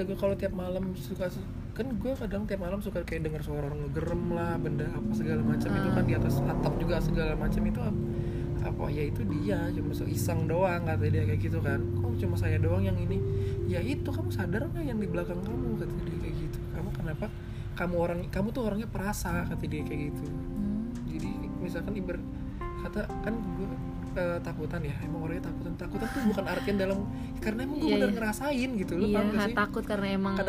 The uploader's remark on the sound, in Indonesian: Minta maaf kalo soundnya sedikit keganggu sama suara kendaraan ya vibes.